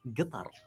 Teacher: And locally, we don't say Qatar. We actually replace the Q, Qaf with a G.